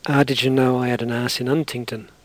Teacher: Londoners, for instance, regularly drop their H's.